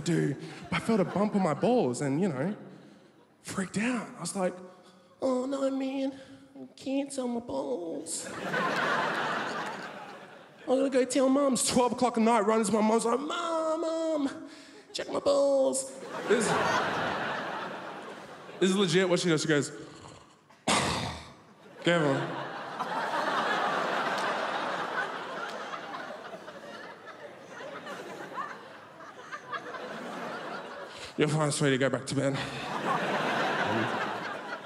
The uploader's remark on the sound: 2016 RAW Comedy National Grand Final. Recorded at the Melbourne International Comedy Festival for SBS 2.